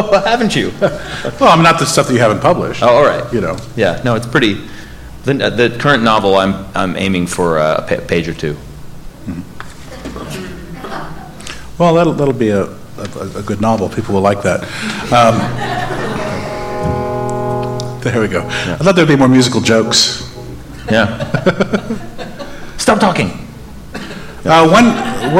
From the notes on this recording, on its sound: Do it live in front of a double-digit crowd at Seattle's Bumbershoot music festival. We apologize for the massively overloaded recording here—the talking sounds good but the music, sadly, is distorted.